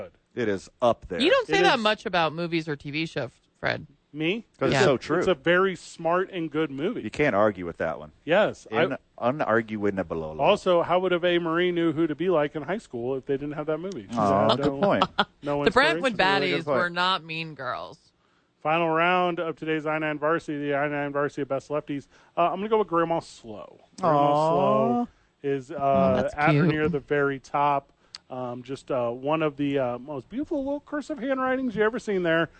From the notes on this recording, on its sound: live from the YMCA